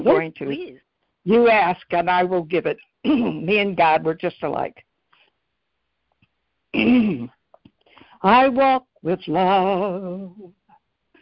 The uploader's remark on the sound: ACIM Daily Conference Call